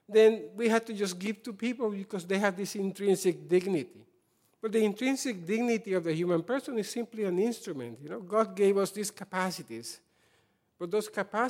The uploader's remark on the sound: Acton’s 8th Annual Chicago Open Mic Night took place on Wednesday, November 8th at the University Club of Chicago